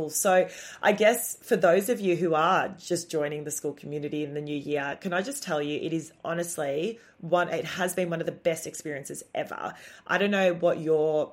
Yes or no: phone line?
no